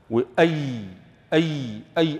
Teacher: وأي أي أي المحققة من وسط اللسان